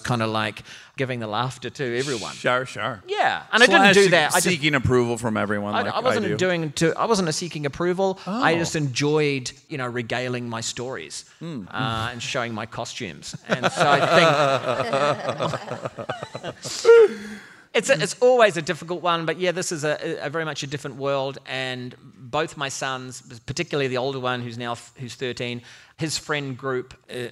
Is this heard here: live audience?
yes